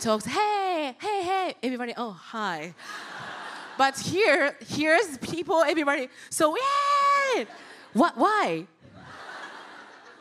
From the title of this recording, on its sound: The Podcast LIVE! Snippets from Chicago!